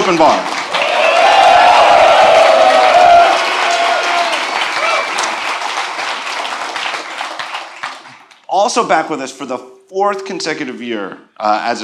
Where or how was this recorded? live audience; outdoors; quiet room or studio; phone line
live audience